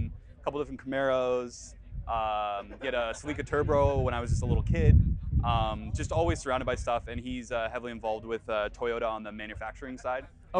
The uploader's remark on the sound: While at Fitted. A quick apology for the wind noise and fluctuating volume levels of this episode. I was working with a brand new rig, made a rookie mistake and didnt have proper wind covers for my lav mics.